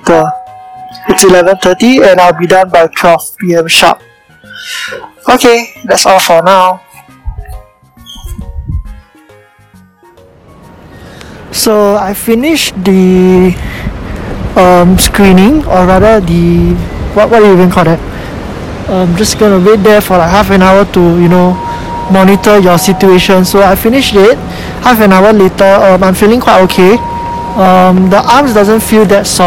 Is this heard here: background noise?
yes